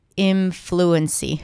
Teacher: And the reason why that happened is because it was a combination of the N in and then the F. I had to bring my teeth to touch the bottom lips in fluency. And I kind of merged the two sounds. So it ended up sounding like influency, only I brought my teeth to touch my bottom lip, but it still sounds like an M, influency.